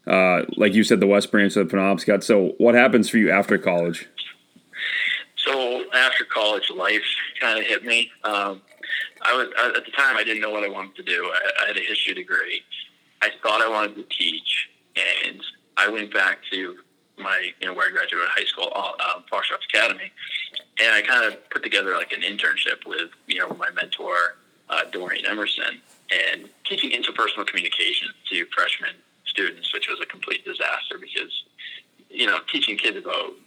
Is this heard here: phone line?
yes